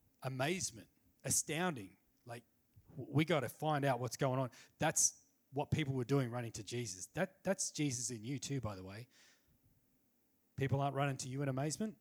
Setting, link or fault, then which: setting, large echoing room